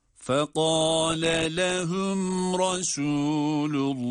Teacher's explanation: Şimdi burada ayrı kelimeler olduğunu ifade için, vurgulamak için fekale lehum, yani ikinci lama başlarken bir ses vurgusuyla farklı kelime olduğunu ifade etmemiz gerekiyor